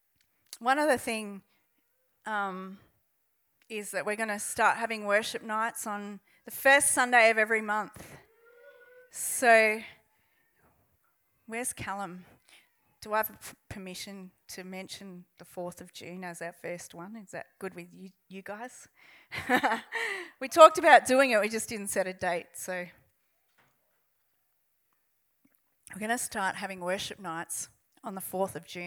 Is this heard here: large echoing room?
yes